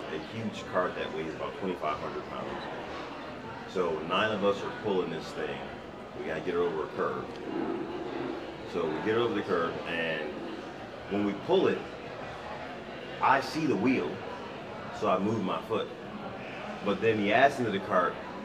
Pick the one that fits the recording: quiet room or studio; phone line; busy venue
busy venue